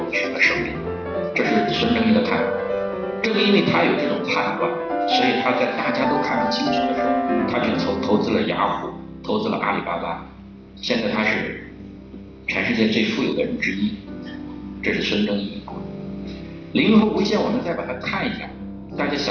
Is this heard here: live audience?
yes